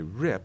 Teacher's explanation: obviously there's no aspiration, no burst of air, because it's a different kind of consonant.